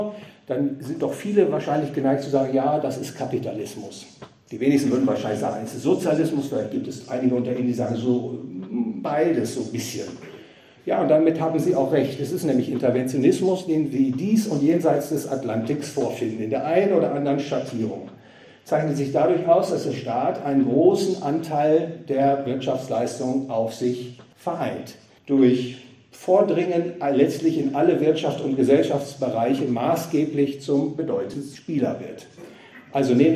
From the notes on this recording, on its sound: gehalten auf dem Fondskongress in Trier